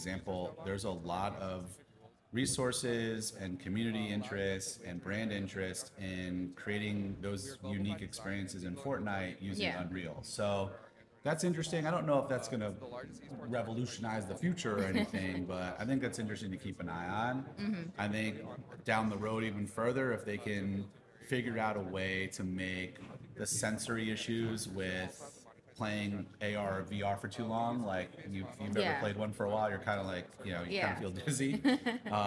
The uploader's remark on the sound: hosted LIVE from the EsportsNext 2023 conference